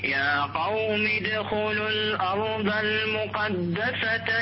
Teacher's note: انتبه إلى القلقلة في الدال